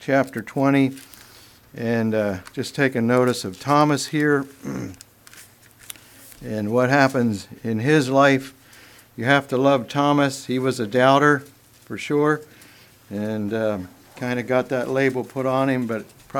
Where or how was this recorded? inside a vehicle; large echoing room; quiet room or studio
large echoing room